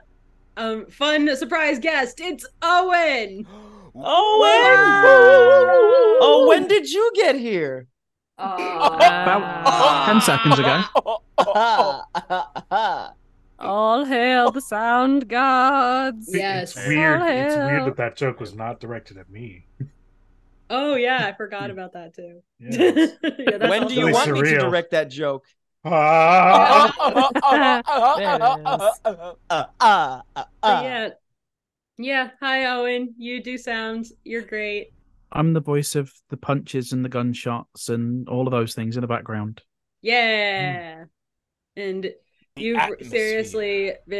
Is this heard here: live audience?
no